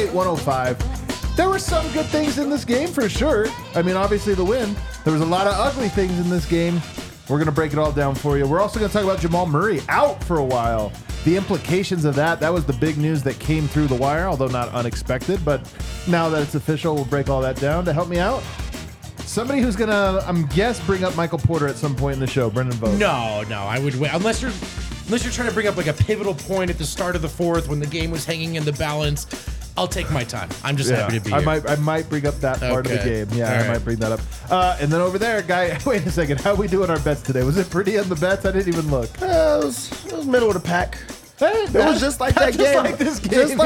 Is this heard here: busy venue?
yes